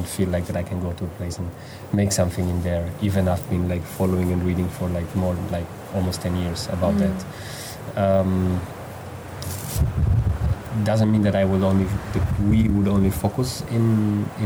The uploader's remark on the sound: The setting of the conversation took place an hour drive outside Cagliari in friendly surroundings on the rooftop